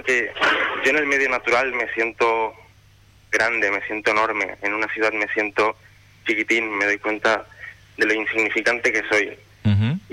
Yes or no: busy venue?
no